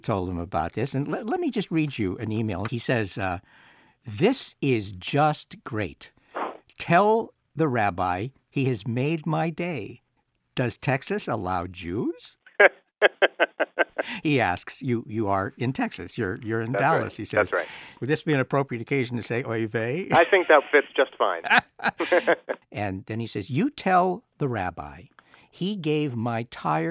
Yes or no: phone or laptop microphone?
no